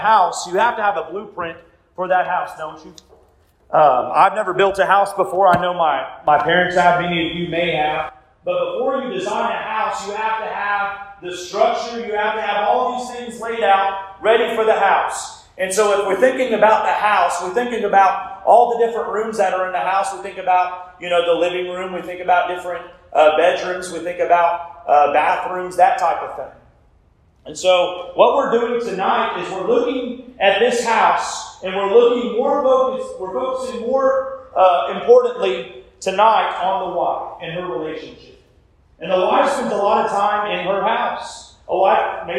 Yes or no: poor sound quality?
yes